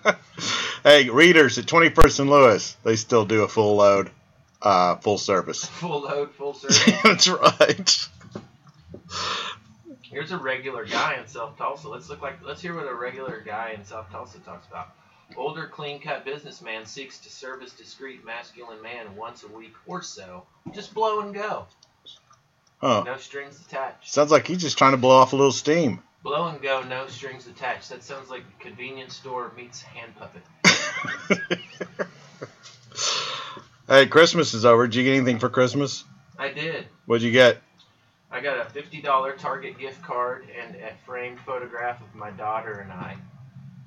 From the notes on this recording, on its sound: Our mic took a crap so the sound quality is not up to par